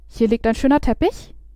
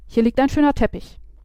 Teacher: Die erste Variante mit dem Upspeak ist weniger stark und wirkt unsicher · Shown in: first take